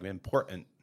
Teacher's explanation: people are not pronouncing those T's in the middle of the word · Term: guttural T